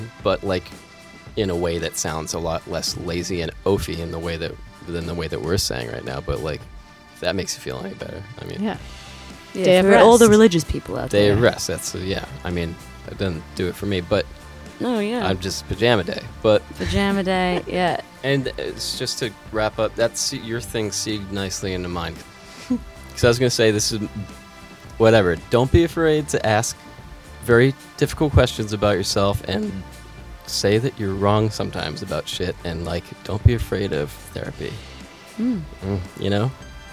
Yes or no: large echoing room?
no